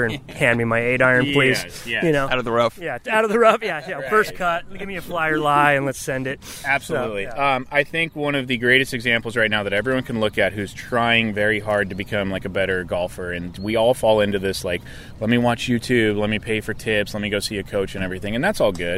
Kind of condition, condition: setting, busy venue